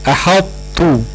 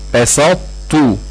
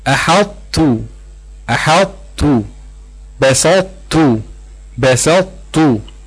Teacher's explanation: يبقى انا ابقيت على صفه الاطباق الخاصه بالطاء، تمام، وجبت بالظبط الذي يسمى ادغام ناقص.